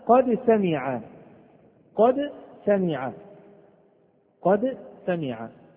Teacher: السين تخرج من طرف اللسان فوق الثنايا السفلى. إذن هذه من طرف اللسان وهذه من طرف اللسان، إذن هناك تقارب في المخرج ولا شك. · الدال من أين تخرج؟ من طرف اللسان مع أصول الثنايا